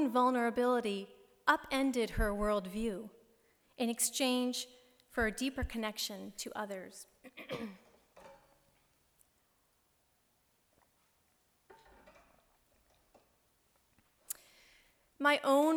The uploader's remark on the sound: Delivered March 13, 2016 at Plymouth Congregational Church in Belmont, MA.